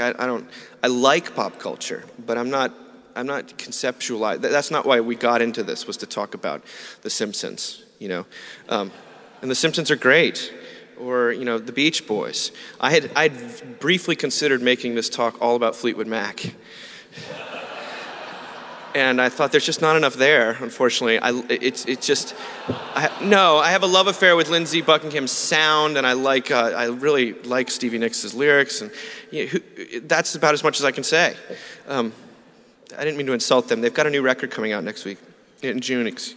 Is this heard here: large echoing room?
yes